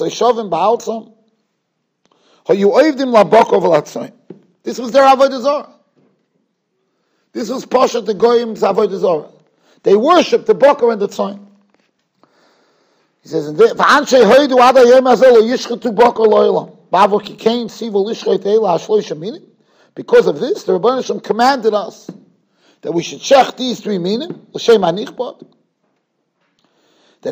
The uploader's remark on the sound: Shiur recorded in Yeshivas Ohr Reuven, Monsey NY.